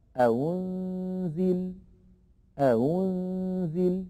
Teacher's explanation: بتسهيل الثانية المضمومة بين الهمزة المحققة والواو. أأنزل أأنزل ينطقها بين الهمزة المحققة والواو أيضا، فليحذر القارئ من إبدالها هاء بأن يقول أهنزل، وليحذر من تحقيقها على رواية ورش أيضا بأن يقول أأنزل.